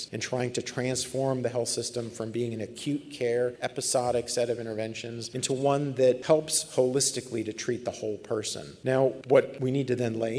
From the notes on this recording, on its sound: This special podcast was recorded live at the 2019 Chronic Disease Academy.